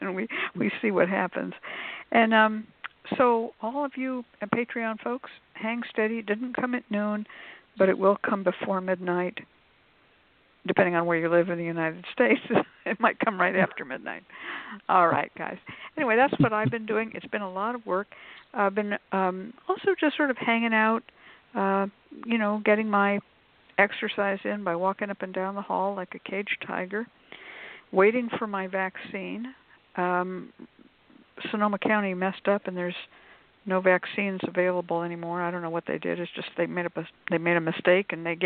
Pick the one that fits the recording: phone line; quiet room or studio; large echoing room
phone line